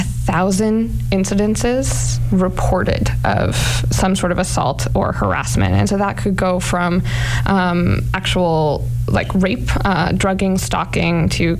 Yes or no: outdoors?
no